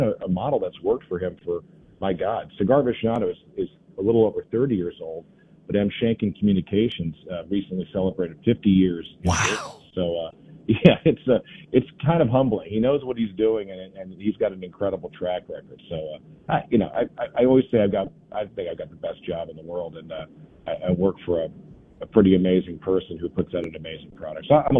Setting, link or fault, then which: link, phone line